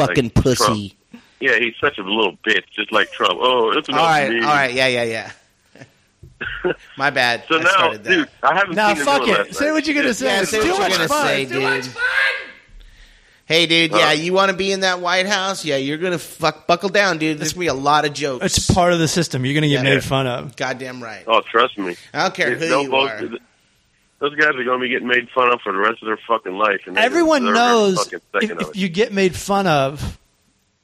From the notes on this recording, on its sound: gets on the phone